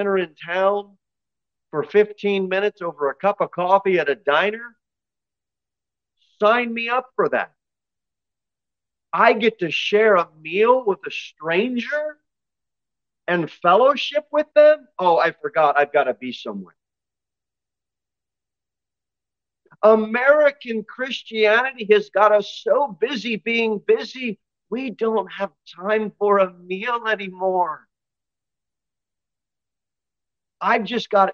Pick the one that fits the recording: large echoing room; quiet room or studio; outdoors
large echoing room